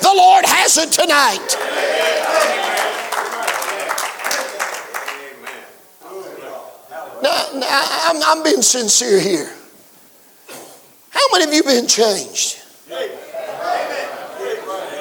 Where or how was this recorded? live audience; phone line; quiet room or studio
live audience